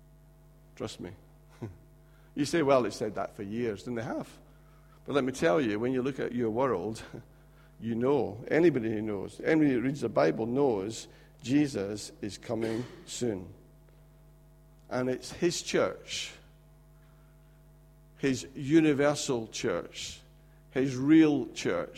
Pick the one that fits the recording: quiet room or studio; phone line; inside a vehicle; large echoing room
large echoing room